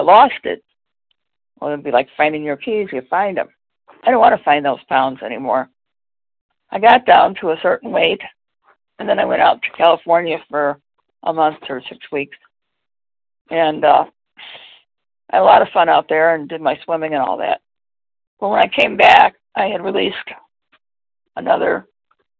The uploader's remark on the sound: from the 100 Pounders Phone Meeting